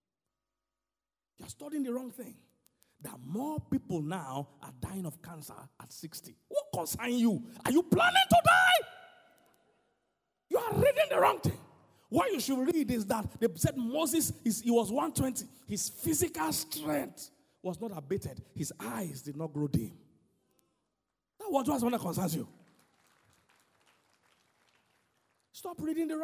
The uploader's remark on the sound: Sermon: GAINING MOMENTUM 2019 CONFERENCE Island- Day 1